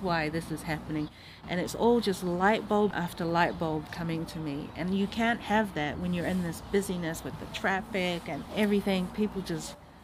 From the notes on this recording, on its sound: This RAW episode is quite raw indeed: The interview was taken just outside the Tauranga food show, and you'll hear some background sounds. The seagulls gave a concert especially at a crucial point of the conversation!